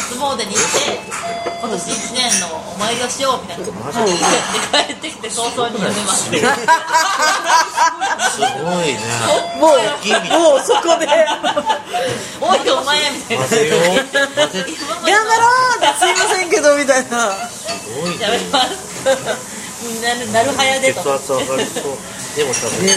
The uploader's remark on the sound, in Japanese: 三十路と四十路のまったり人生訓トークin日高屋。まったり大人呑みトーク。雑音混じり。